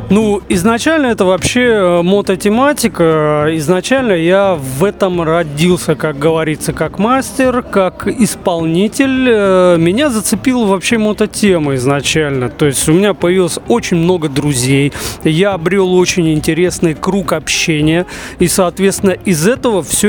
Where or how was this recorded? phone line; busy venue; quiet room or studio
busy venue